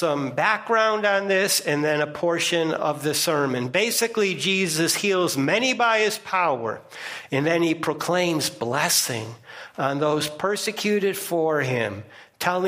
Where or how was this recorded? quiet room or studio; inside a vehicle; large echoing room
large echoing room